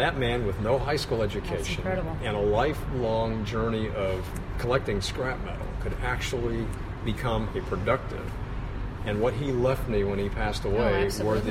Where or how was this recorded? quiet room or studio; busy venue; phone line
busy venue